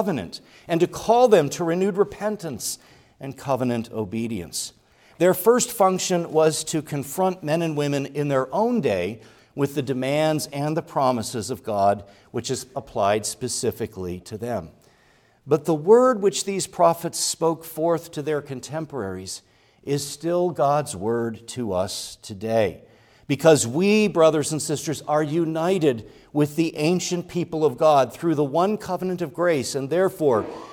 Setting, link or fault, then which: setting, large echoing room